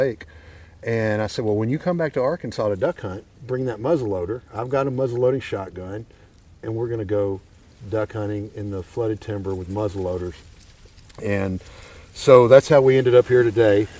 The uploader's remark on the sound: We are recording a podcast in Bayou Meto Wildlife Management Area on a special duck hunt.